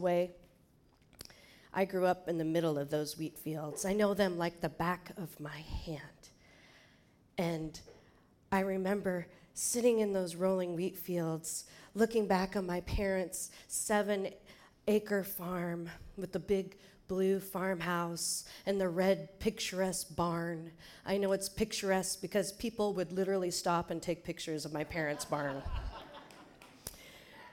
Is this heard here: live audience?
yes